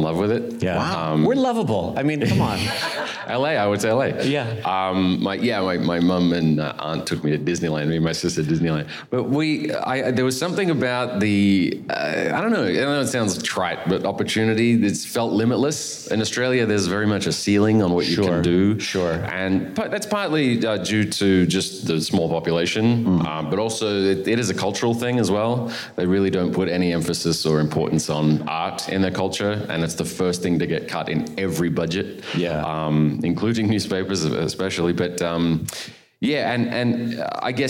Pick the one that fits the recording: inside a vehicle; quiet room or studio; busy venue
busy venue